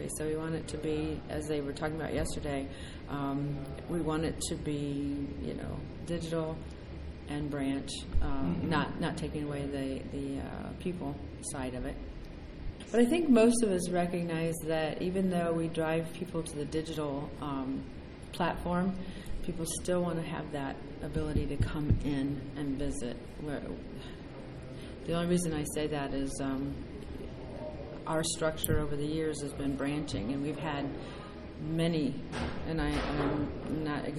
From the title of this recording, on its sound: Live from Finastra Community Markets